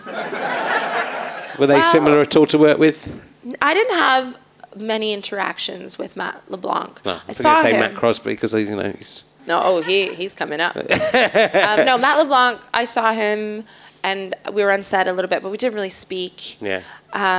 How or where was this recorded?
live audience